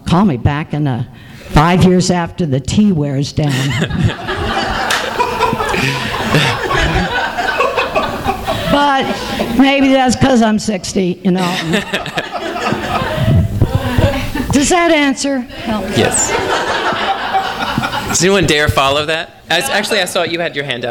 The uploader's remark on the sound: THIS EVENT WAS RECORDED LIVE AT SKYLIGHT BOOKS.